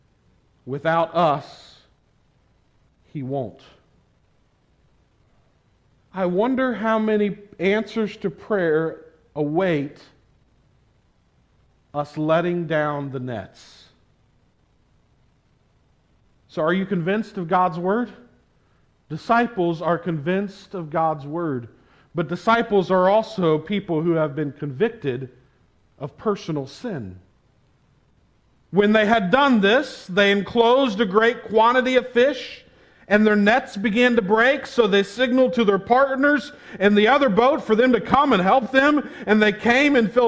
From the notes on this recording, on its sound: This sermon was preached at the Tarrant Bible Methodist Church on May 1, 2022.